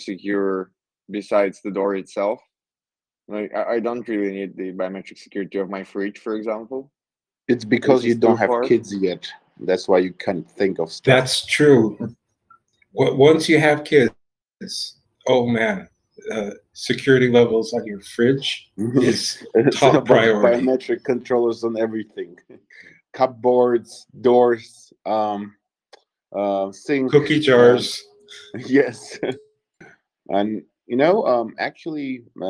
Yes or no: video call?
yes